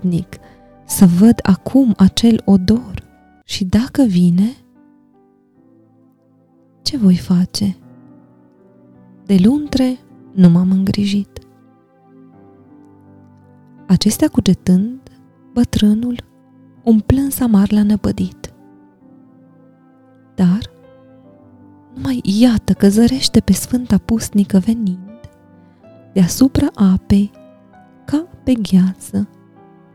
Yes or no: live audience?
no